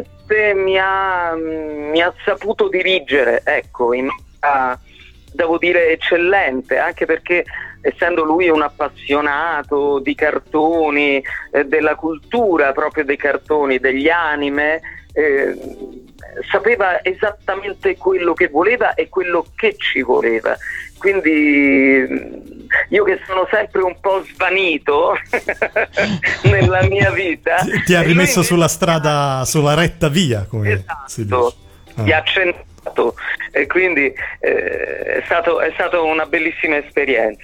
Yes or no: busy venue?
no